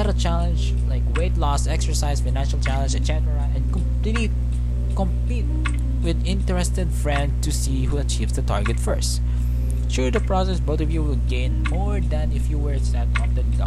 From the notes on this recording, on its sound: I’m very sorry for the background I don’t know how to fix it yet.